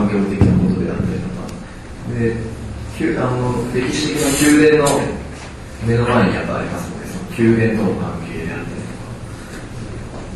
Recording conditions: live audience